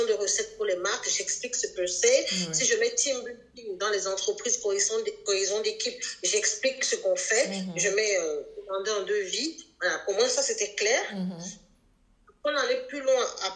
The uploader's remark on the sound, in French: Je tiens tout d'abord à m'excuser pour la qualité médiocre de cet enregistrement.